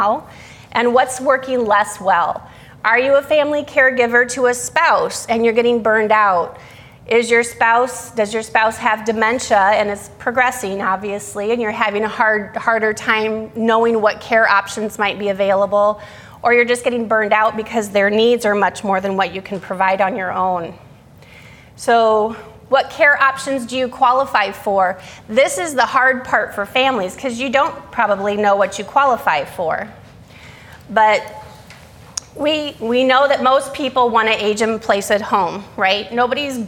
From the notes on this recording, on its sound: Today's podcast is a session that was recorded from our Alzheimer's and Dementia seminar held here at McGregor Baptist Church on February 19th, 2022.